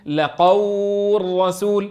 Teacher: فيدغم اللام في الراء لقول رسول تصبح راء مشددة · Term: إدغام